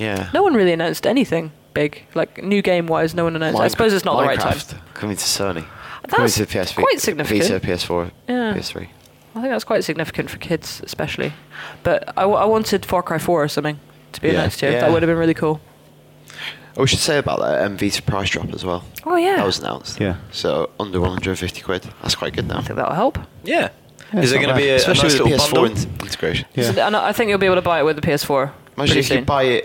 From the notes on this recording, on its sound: Live from Gamescom (well, it was live when we recorded it). We’ve braved the hordes of ravenous gamers.